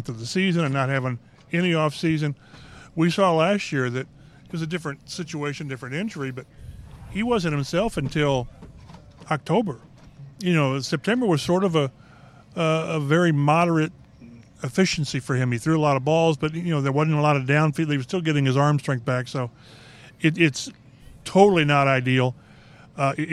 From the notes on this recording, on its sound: Record the podcast from training camp at Grand Park, where the Colts host the Browns in their first of two joint practice sessions ahead of their preseason exhibition.